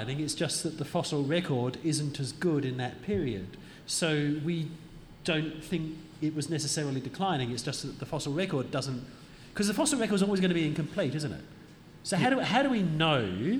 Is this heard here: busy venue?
yes